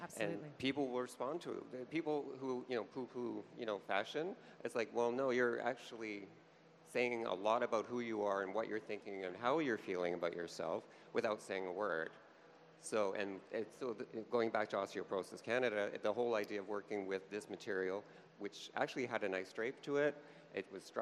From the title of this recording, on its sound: LIVE at Toronto Fashion Week